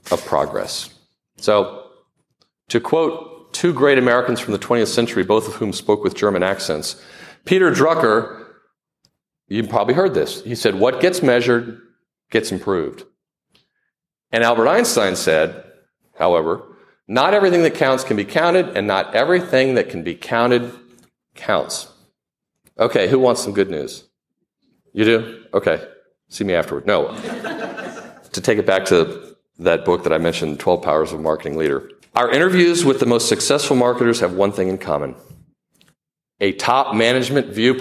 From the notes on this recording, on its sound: presenting the audio from a presentation I made recently to the American Marketing Association Triangle Chapter in Raleigh North Carolina